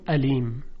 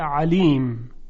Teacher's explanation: ما عین و همزه رو مثل هم میگیم در فارسی · Shown in: first take · درسته؟ مثلا ببینید علیم، کلمه علیم با عین یعنی دانا، ما در فارسی میگیم علیم که این تلفظ همزه هست.